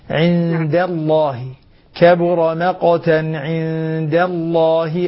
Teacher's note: ترقيق الدال التي قبل لفظ الجلالة هي دائما مرققة لكن هنا يعتنى بها بشكل أدق.